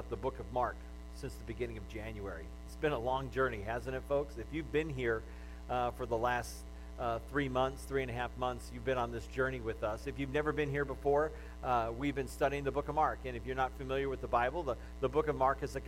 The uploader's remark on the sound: The audio of the message from Palm Sunday weekend at GFCC.